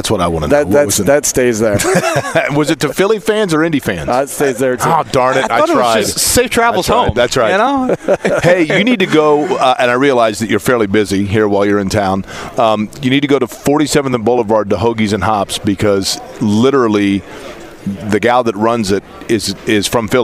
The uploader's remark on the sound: LIVE at the NFL Combine.